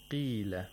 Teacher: the qaf should be pronounced with tafkhim at the lowest level